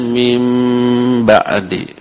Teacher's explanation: Nun mati menghadapi ba disebut apa? Iqlab. Dan si nunnya berubah menjadi mim.